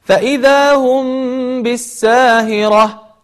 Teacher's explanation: حرف الميم أتى بعده حرف الباء فأصبح عندنا إخفاء شفويا